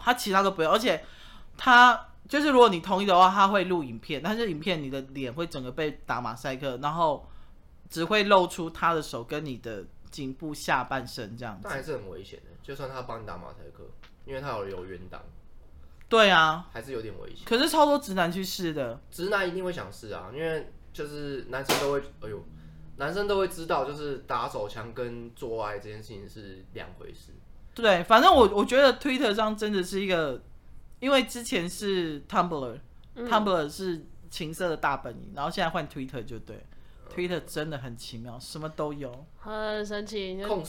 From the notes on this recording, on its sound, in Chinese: 收音最近都有忽遠忽近的問題